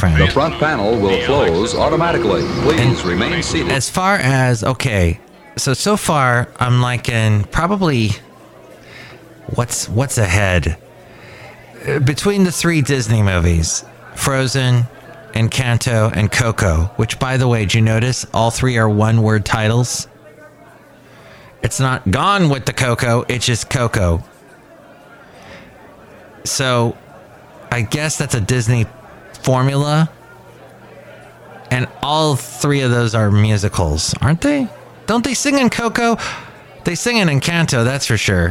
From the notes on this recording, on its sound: podcasts live from Café Anyway